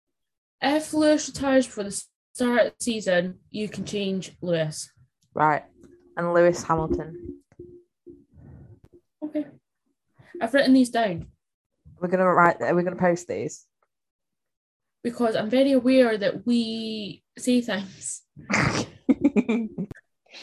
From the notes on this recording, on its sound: This edition is plagued with microphone issues so if you hear any odd noises that's why.